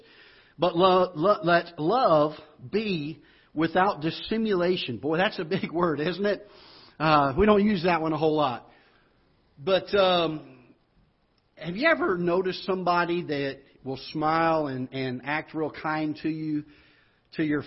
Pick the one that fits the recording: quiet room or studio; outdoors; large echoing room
large echoing room